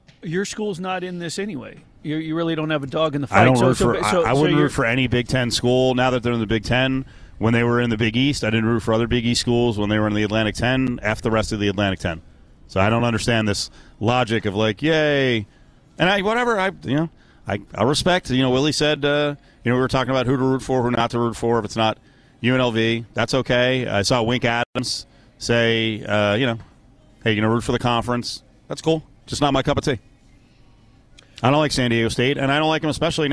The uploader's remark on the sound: LIVE AT LV BALLPARK